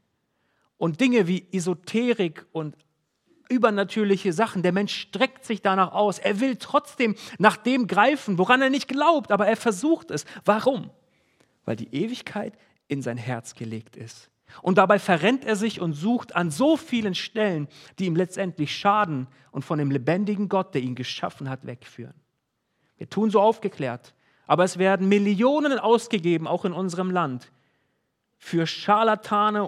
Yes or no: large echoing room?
yes